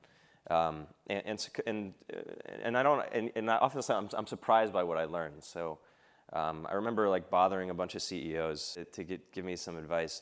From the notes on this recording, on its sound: filmed at Goldman Sachs' Builders + Innovators Summit